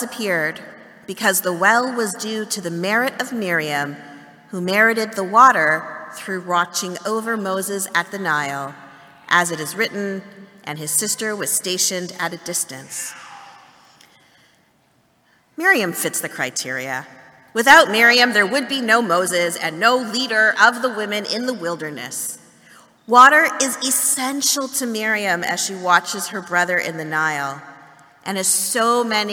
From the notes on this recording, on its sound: Excerpt from Festival morning service. Beth Tzedec Congregation.